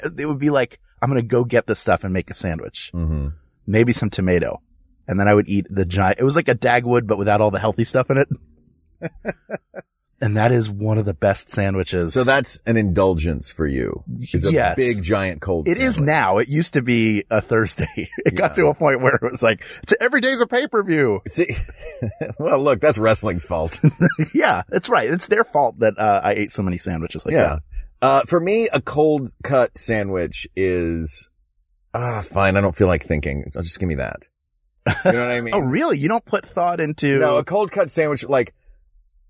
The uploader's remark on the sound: LIVE from a car.